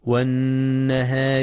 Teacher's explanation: وينتبه لغنة النون المشددة في والنهار فهي أكمل ما تكون